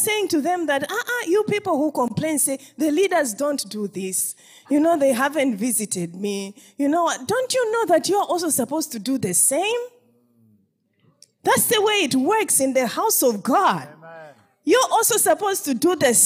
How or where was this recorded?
live audience